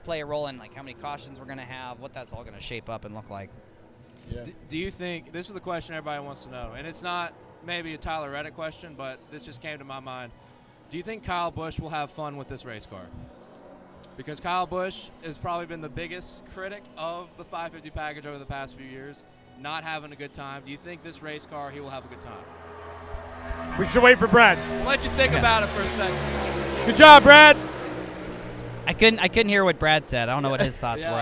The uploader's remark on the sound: Garage Talk LIVE and in-person from Daytona International Speedway during Next Gen Testing